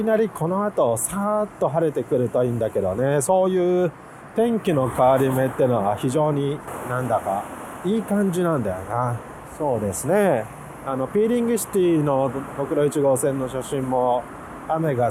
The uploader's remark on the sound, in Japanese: 雪の降った翌日、国道１号線より撮影しながらの収録です。